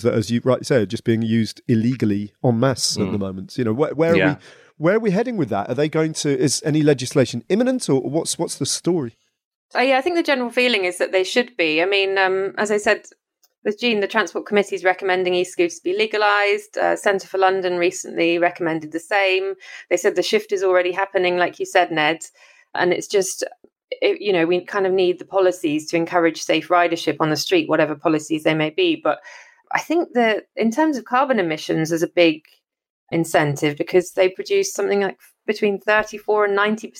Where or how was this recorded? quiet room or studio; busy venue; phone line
quiet room or studio